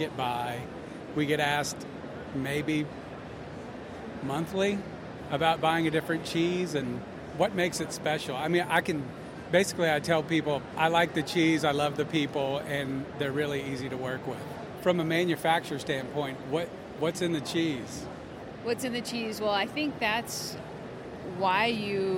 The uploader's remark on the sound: International Pizza Expo! We peak in on the exciting conclusion to the dough stretching competition.